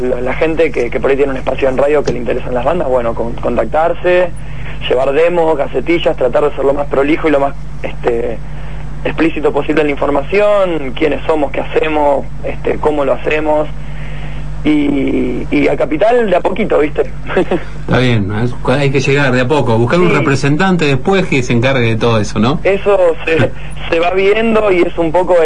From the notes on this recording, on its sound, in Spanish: Nota telefónica. En Buenas Tardes Rock.